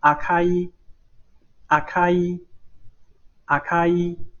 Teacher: 卡放在词中啊，卡在词中，所以呢，这个卡是不送气哈